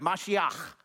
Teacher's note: And when I say that, notice I don't just say Mashiach, but Mashiach. Because you have to have that guttural, you know, like phlegmy thing happening at the end of the word